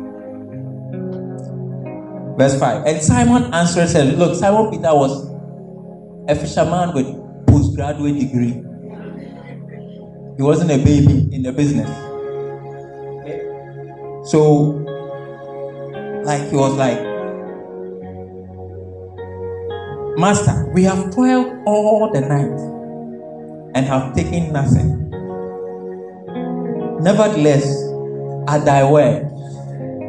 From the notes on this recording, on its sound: This message was preached at the May 2022 edition of the Things of The Spirit Service.